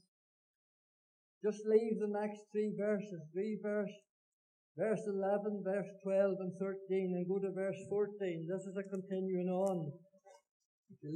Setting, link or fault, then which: setting, large echoing room